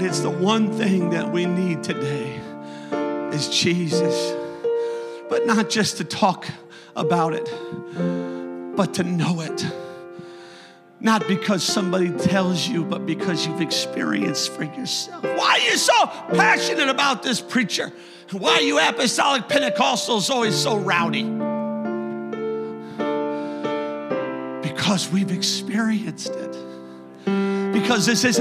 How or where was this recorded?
large echoing room